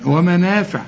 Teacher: النون بعدها ألف كامل علشان تمدها ألف كامل